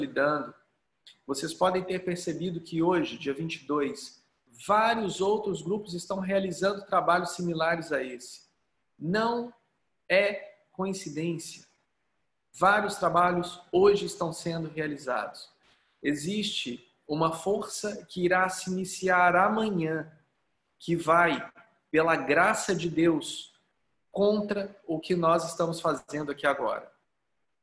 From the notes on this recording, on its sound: Online via Zoom